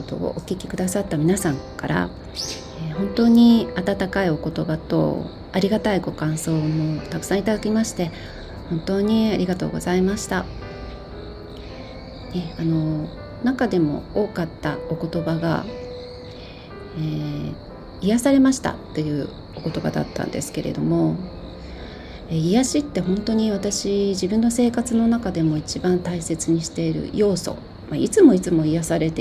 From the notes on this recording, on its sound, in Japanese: 朝のベランダで収録したので、鳥のさえずりや虫の声、遠くに犬の鳴き声などの自然のサウンドだけでなく、耳障りな雑音も入っておりますがどうぞご了承くださいませ。